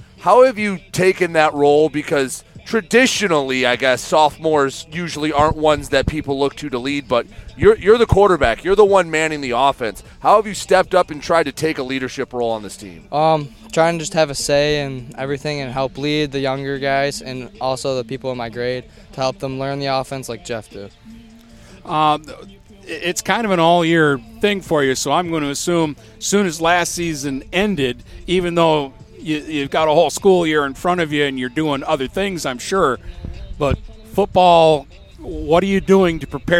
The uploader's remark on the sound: Live From Marine City Football Camp!